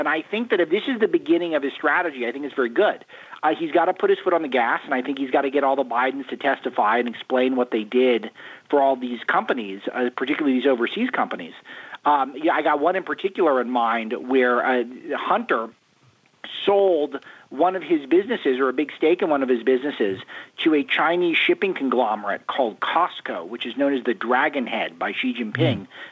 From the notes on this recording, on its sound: We take your calls in open phones across America.